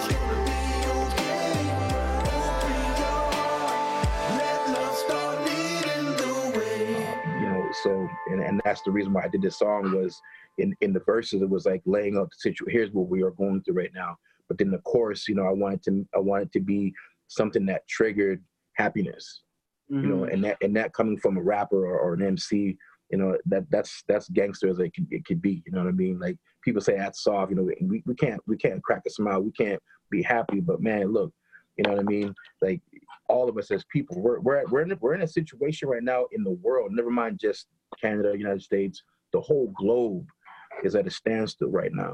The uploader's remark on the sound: Does a Zoom interview.